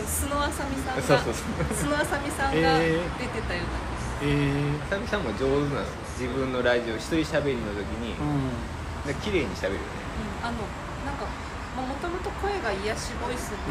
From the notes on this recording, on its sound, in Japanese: 音声悪い上、長尺です。